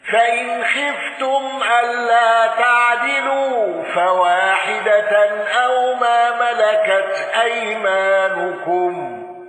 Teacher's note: أبو جعفر بالإخفاء والغنة